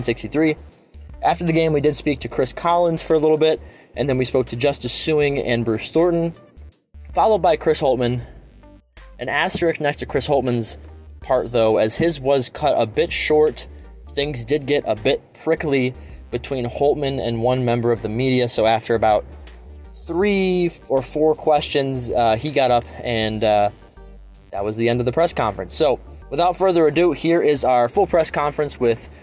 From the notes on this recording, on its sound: Throughout the year, Land-Grant Holy Land will be bringing you uncut audio primarily from Ohio State press conferences, but also from individual interview sessions.